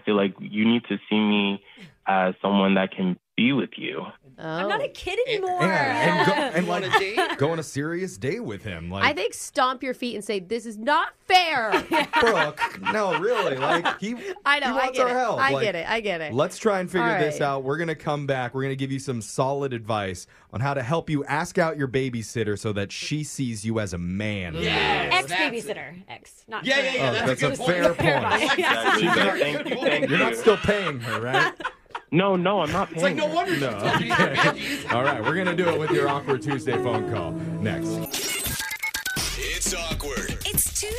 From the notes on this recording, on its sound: Awkward Tuesday Phone call